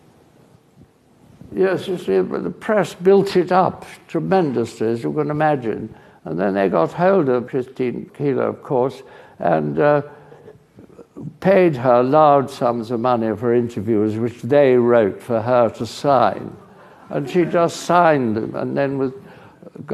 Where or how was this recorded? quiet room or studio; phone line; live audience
live audience